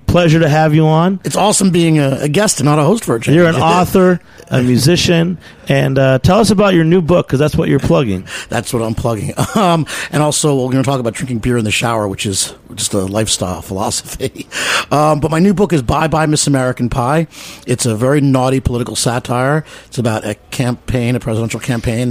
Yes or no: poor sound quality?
no